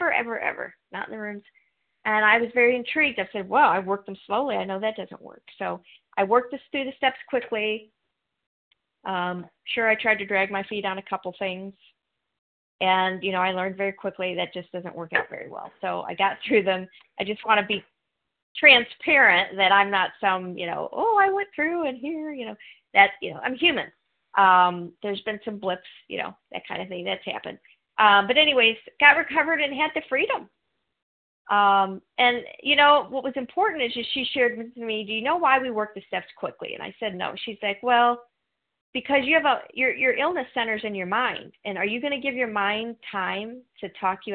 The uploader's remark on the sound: from the 100 Pounders Phone Meeting